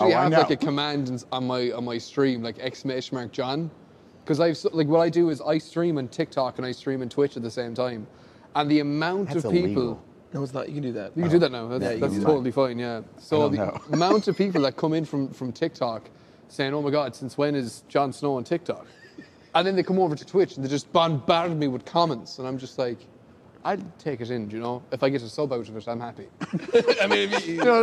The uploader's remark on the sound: FILMED IN SOME RANDOM HALLWAY LIVE FROM GCX IN FLORIDA!